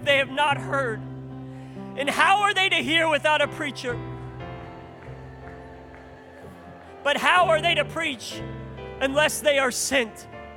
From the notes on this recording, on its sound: This is the fifth day of our National Conference in January 2023.